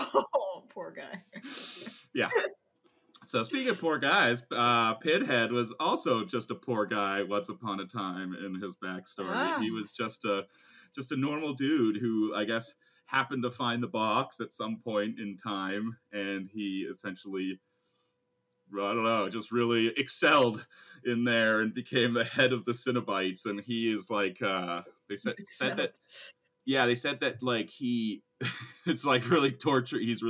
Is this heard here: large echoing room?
no